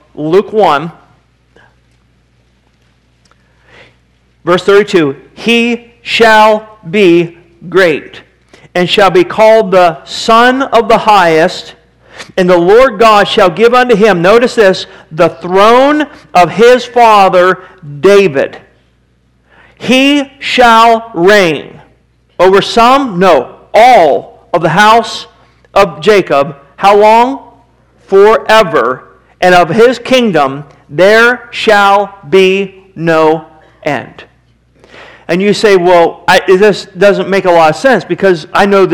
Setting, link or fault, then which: setting, large echoing room